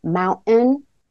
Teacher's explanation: the glottal stop plus maybe a little bit of a schwa